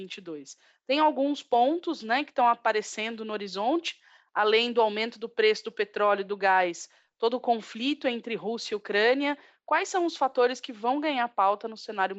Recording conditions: video call